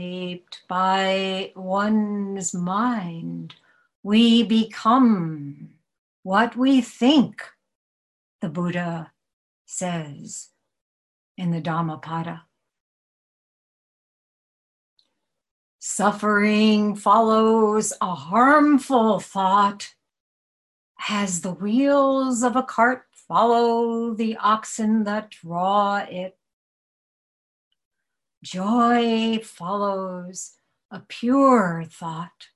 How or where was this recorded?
video call